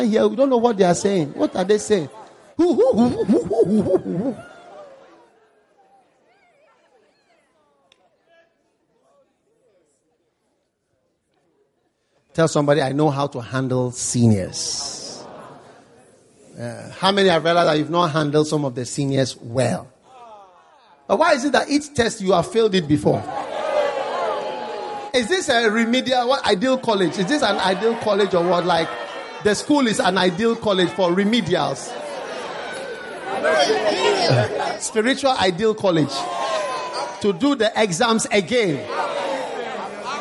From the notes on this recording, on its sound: Preached at the First Love Gathering Service.